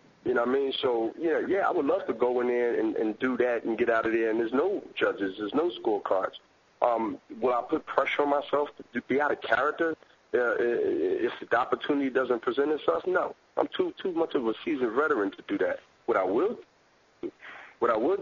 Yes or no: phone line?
yes